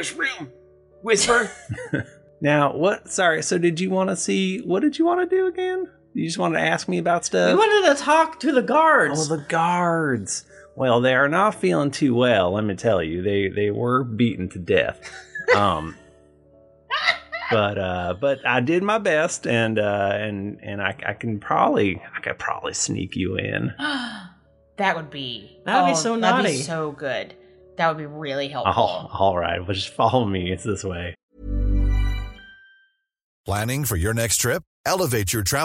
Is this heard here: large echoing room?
no